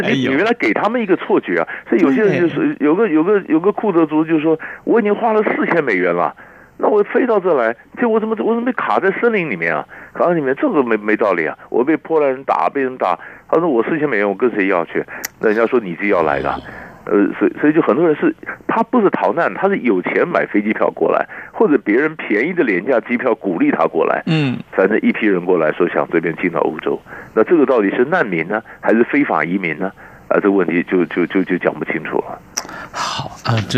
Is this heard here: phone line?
yes